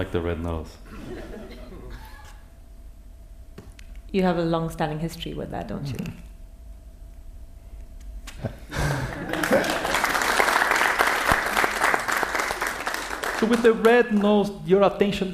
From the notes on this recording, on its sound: Live podcast from Q Theatre. Went live in front of an audience at the Podfest at Q.